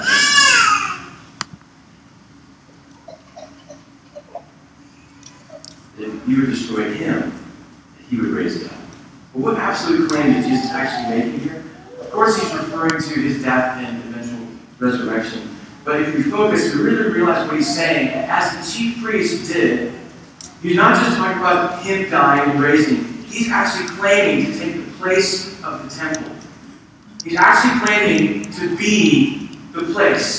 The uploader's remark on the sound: Service of Redemption Hill Church. There was some technical difficulty with the recording Sunday morning.